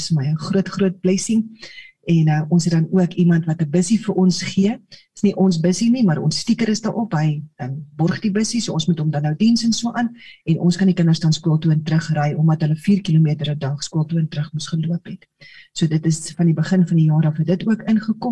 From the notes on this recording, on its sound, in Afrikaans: Manne van die Woord Zoom Byeenkoms 7 Junie 2022